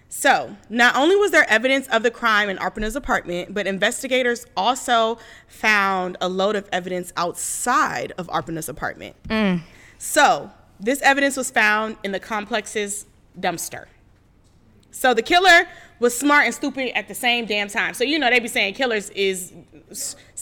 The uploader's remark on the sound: This episode was recorded with a live audience, so the theories, new voices, and energy flowed the entire time.